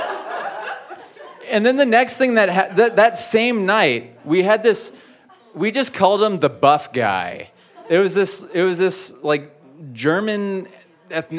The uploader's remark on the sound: You never know what you'll get when the audience steps up to the mic.